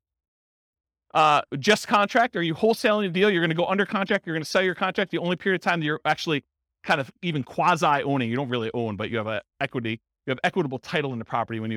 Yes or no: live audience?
yes